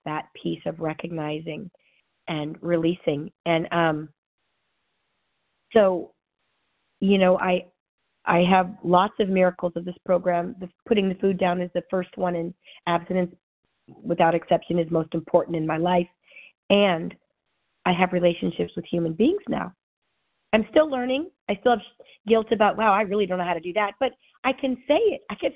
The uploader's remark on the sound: 100 Pounders Phone Meeting